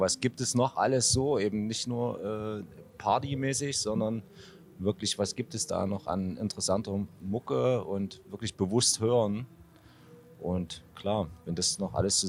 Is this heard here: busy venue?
yes